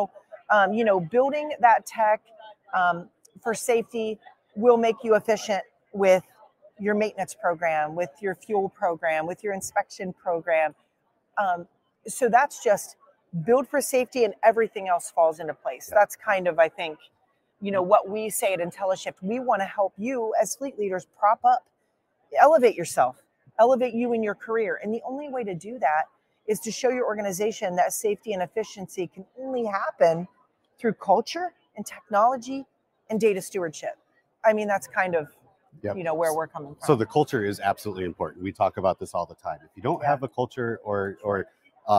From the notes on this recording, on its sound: we are live from the showroom floor at NAFA 2023 in Baltimore